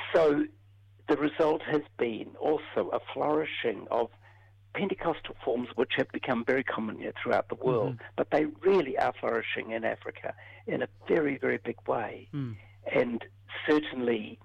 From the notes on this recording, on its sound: On a rather dodgy telephone line.